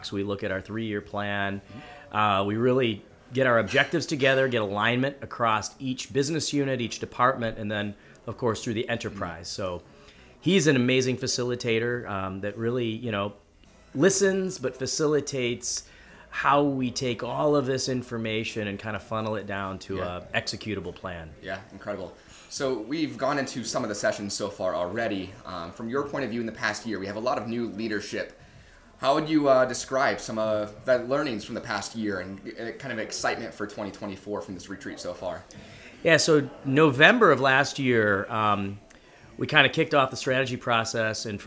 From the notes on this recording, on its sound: LIVE From Kem Krest’s 2023 Leadership Retreat.